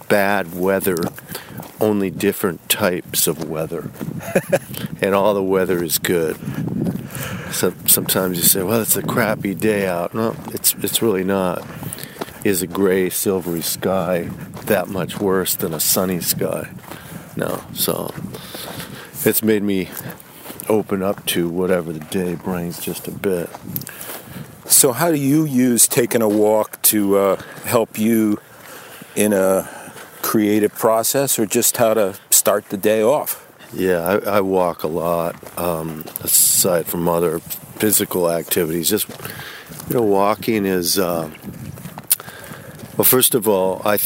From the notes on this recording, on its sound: walk and talk at his farm in upstate NY